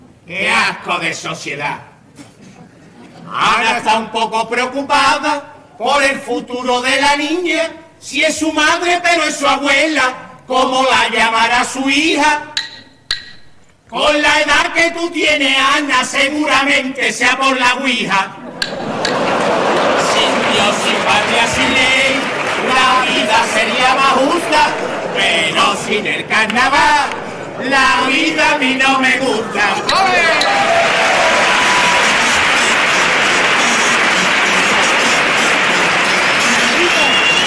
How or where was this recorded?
live audience